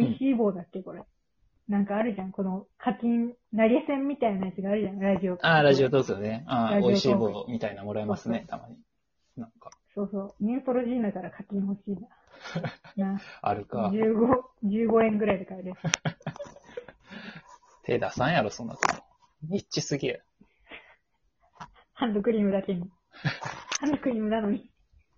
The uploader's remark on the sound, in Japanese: マイク不調 #軋むベットみたいな音入ってんな